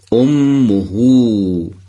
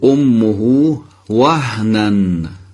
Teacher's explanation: اینجا اشباه صورت میگیره و حرف های ضمیر کشیده بیان میشه